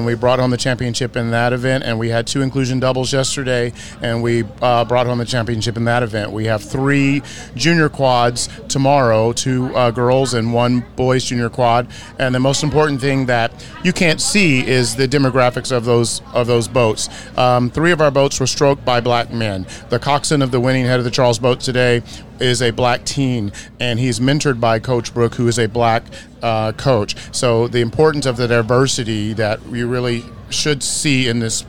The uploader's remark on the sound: Live from Head of the Charles Regatta